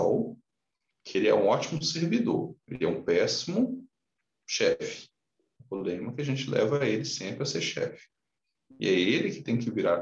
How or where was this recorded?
video call